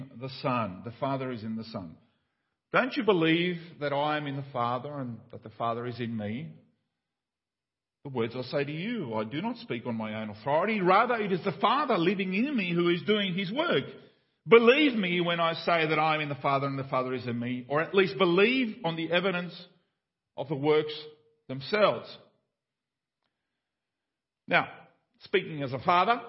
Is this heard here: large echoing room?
yes